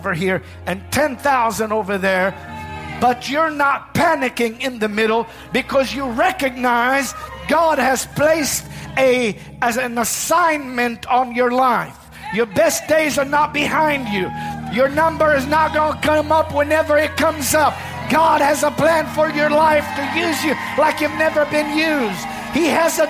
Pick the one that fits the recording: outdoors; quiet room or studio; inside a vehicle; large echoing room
large echoing room